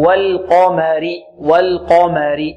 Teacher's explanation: والقمر والقمر، والميم مرققة، القاف هنا وقعت بين حرفين مرققين أو مستفلين، اللام والميم، فنرقق اللام ونفخم القاف ونرقق ماذا؟ الميم